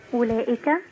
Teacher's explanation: الواو اللي عليها صفر مستدير دي لا تنطق.